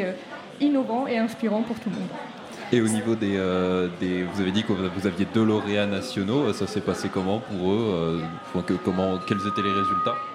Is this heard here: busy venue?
yes